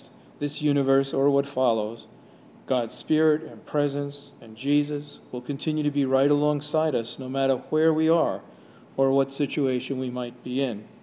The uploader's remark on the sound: Sermon/Homily delivered at Jan Hus Presbyterian Church and Neighborhood House